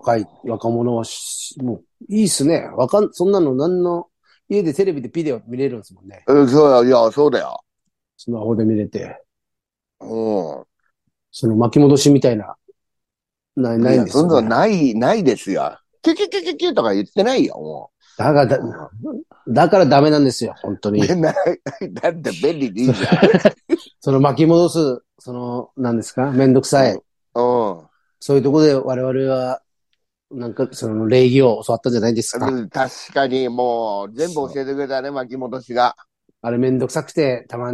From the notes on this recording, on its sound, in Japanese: ZOOMで収録